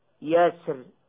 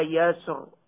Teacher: ذلك لأن كلمة يسري على وزن يفعل، فالراء وقعت في مقابل عين الكلمة، وإذن فالراء في هذه الكلمة متوسطة لا متطرفة، وهي مكسورة، وما دامت كذلك فقد أصبح من حقها الترقيق · Shown in: first take · هكذا يسر، نظرا لكسرها متوسطة، وتفخم جوازا نظرا لعروض السكون لها وقفا هكذا إذا يسر.